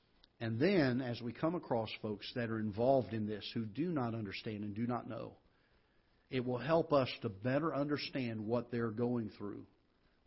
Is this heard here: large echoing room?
yes